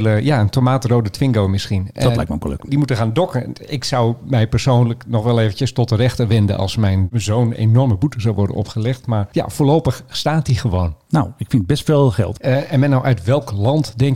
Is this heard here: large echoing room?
no